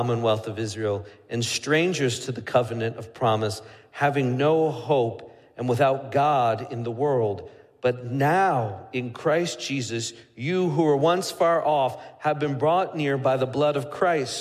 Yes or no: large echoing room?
yes